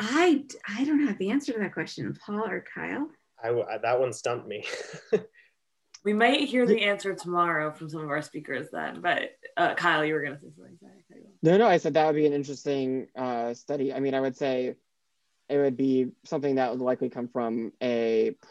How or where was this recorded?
video call